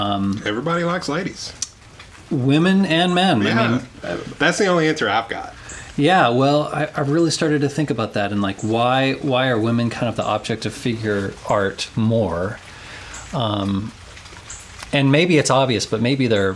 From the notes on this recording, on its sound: We sat down on his front porch and enjoyed a selection of natural background noise while we talked.